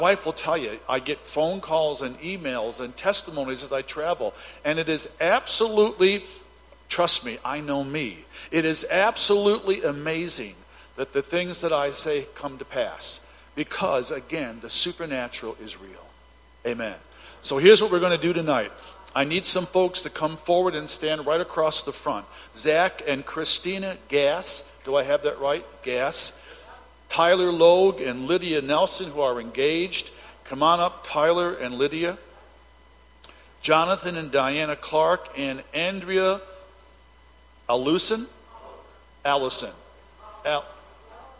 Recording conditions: large echoing room